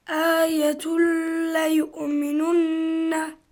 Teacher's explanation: Lam and ra, we just merge. We don't extend the sound.